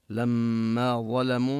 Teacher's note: لما ظلموا، نبين الغنة في الميم المشددة. ظلموا ضاء مفخمة واللام مرققة برواية حفص.